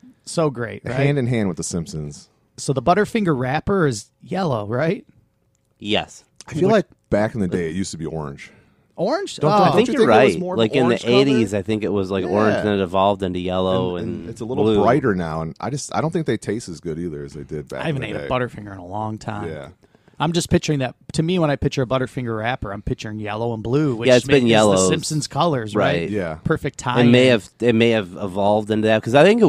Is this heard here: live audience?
no